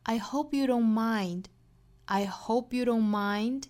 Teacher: Don't 尾部的 t 的发音没有了。I hope you don't mind. I hope you don't mind.那在 mind 的后面是可以做一个小停顿的。I